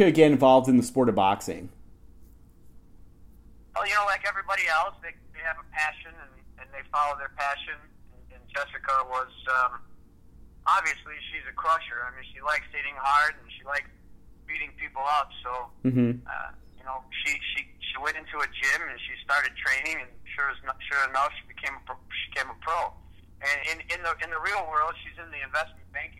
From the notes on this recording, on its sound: Phone interview.